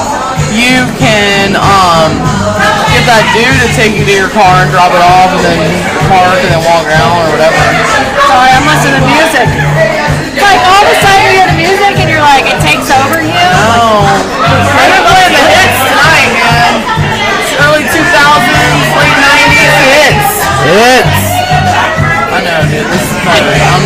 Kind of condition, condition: setting, busy venue